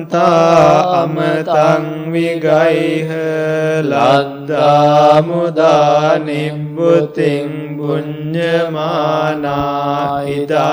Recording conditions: large echoing room